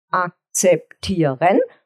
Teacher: das ist ein viersilbiges Wort, akzeptieren mit einer Betonung auf der dritten Silbe